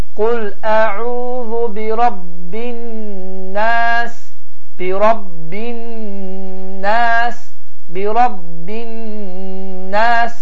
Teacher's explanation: Əgər nun hərfi şəddəli formada gələrsə, bir az dartılar.